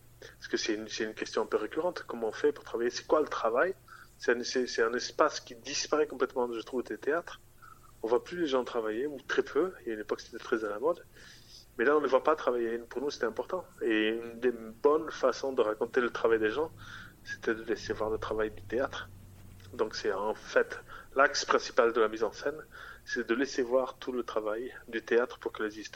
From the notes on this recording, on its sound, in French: Interview réalisée par téléphone